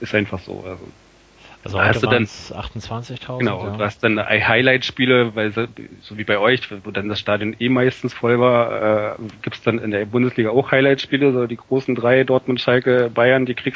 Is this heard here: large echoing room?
no